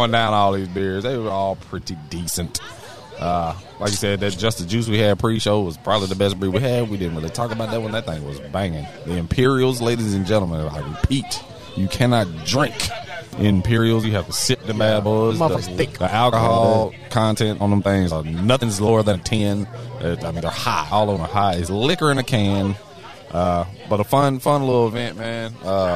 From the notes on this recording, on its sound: We are coming to you live from "The Groove" here in Nashville, TN. We interviewed several people and tried many beers at the bottle share.